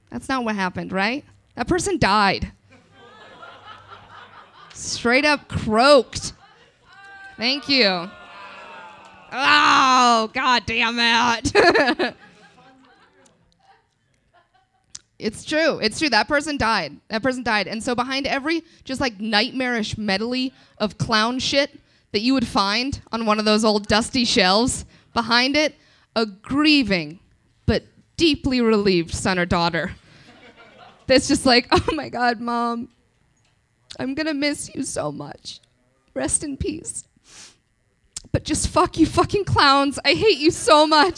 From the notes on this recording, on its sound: In this month's live episode. This live event features stand up.